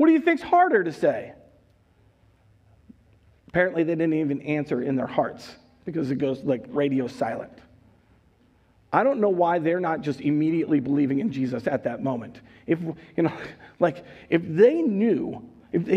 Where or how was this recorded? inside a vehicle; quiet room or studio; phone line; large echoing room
large echoing room